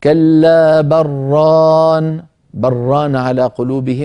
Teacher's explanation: اللام والراء من مخرجين متقاربين والإدغام بينهما واجب، أو متجانسين على رأي الفراء، والإدغام أيضا واجب. · لا بد من إدغام اللام في الراء